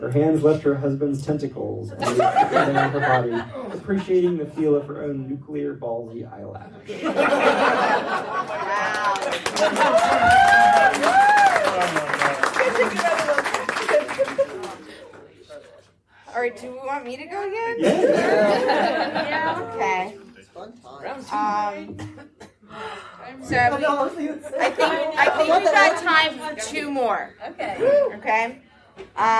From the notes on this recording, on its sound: Balticon Bonus Episode. A group of authors and podcasters have taken scenes from romance novels and turn them into madlibs live with the audience.